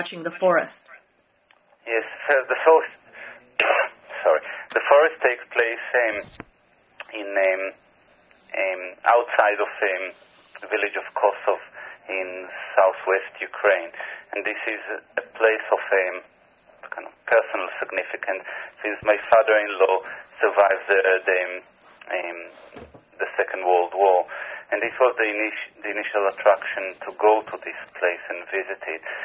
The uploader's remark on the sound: via phone